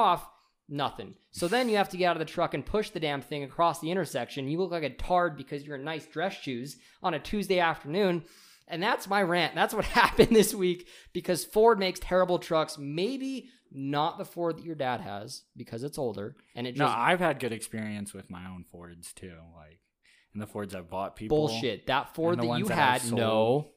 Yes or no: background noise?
no